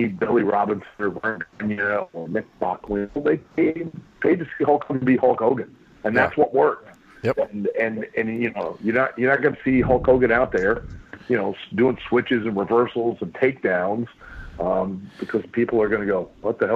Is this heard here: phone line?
yes